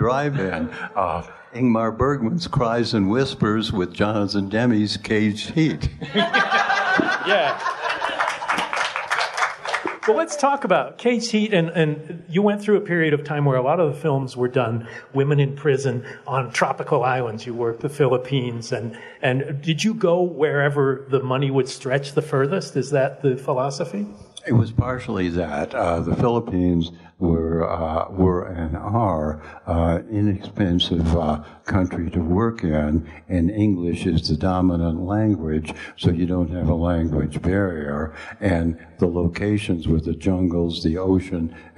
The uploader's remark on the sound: LIVE from the Overlook Film Festival. Live edition of Post Mortem from the Overlook Film Festival in Oregon in front of a standing-room only audience.